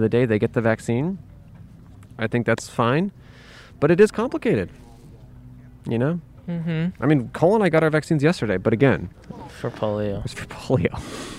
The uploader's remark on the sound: We went outside a COVID-19 vaccination site to chat with folks waiting in the standby line to maybe get extra vaccines at the end of the day. 100 people in line who seemed to really hate us. In front of Kedren Community Health Center in South Central Los Angeles, CA.